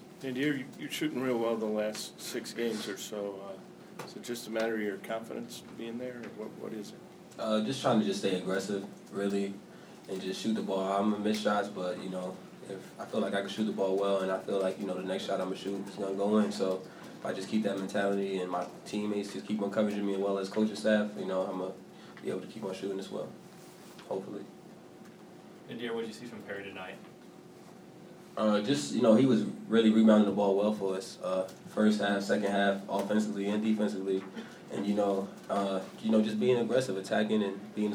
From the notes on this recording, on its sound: Press Conferences & Post-Game Interviews.